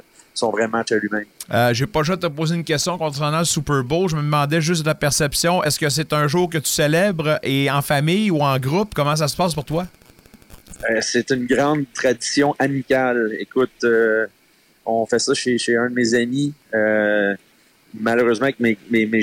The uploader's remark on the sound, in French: En direct du parc Lansdowne pour le 1er match de la série Olympiques-67’s.